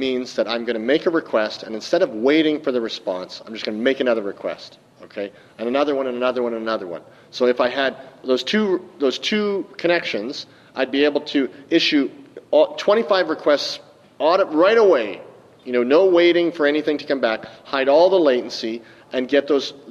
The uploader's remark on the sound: live from Dev Connections in Las Vegas